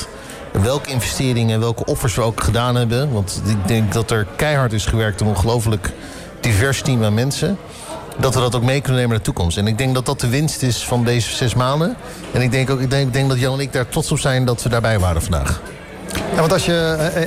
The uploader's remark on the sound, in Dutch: Een van de events op de Floriade Expo-terrein vond plaats op 6 oktober: het Floriade Hub Café. Een live-radioprogramma vanuit de Green Innovation Hub in The Natural Pavilion met muziek en aansprekende gasten uit de wereld van tech en innovatie.